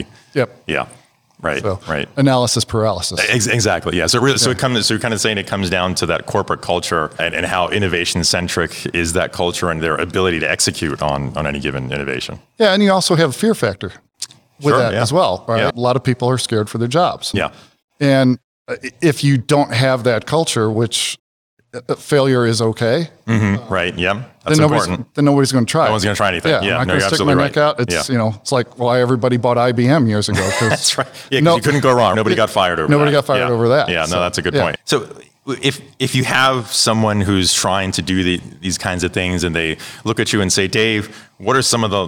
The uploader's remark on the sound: interviews recorded live and in-person at Groceryshop in Las Vegas, NV